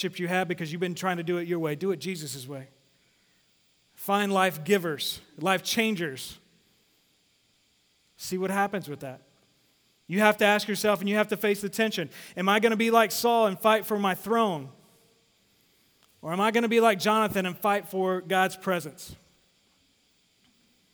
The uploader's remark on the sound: Sermon series at The Fellowship in Nashville. Recorded live at The Fellowship at Two Rivers.